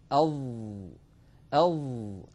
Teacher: على اليمين تمثيل لنطقنا لحرف الظاء أض. لاحظوا أن الصوت محصور بين طرف اللسان والأسنان العليا وبين مؤخرة اللسان، وقد تصعد أقصى اللسان إلى الأعلى وانحصر الصوت في هذه المنطقة. · Term: الحرف المطبق